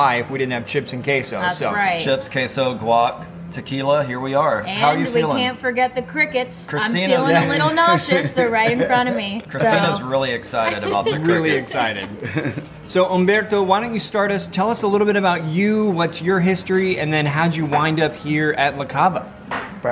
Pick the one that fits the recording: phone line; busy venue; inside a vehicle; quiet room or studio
busy venue